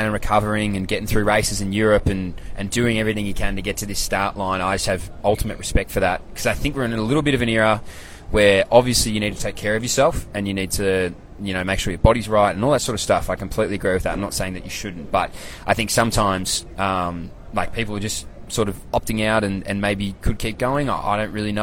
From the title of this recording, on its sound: LIVE FROM THE WORLD CHAMPS